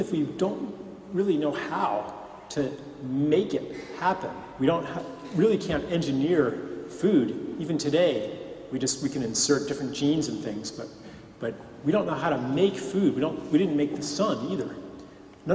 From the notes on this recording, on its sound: At the Moot Community of the Guild Church of St Mary Aldermary in the City of London and in front of a packed crowd.